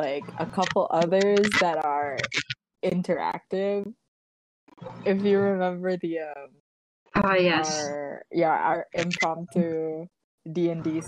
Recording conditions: background noise